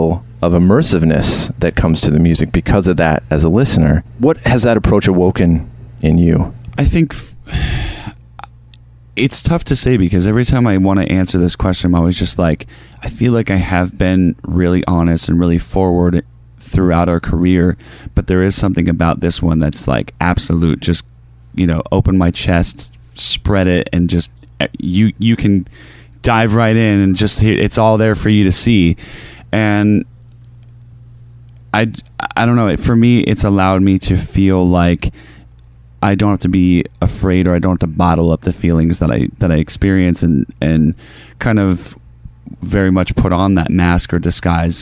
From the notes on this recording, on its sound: We take you live to the tour bus.